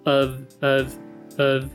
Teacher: 它不是 o 的音，它是还是那个 schwa，对吧？还是那个呃的音